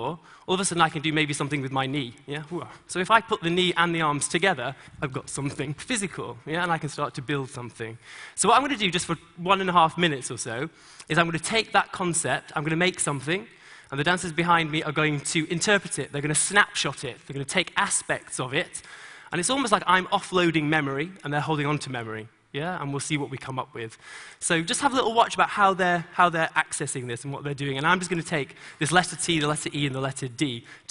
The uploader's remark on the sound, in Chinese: 在TEDGlobal的舞台上